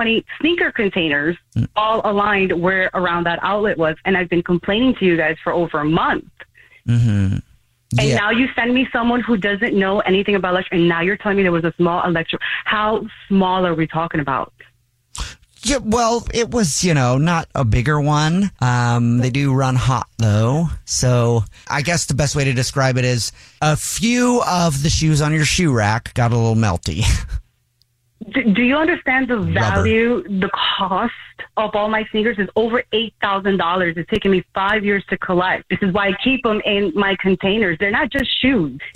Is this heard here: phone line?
yes